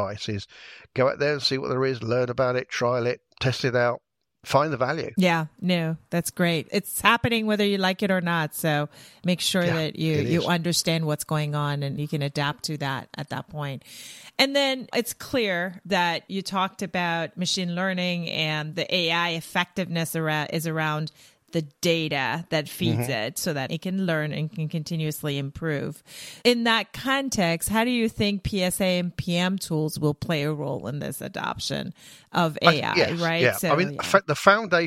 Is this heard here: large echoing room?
no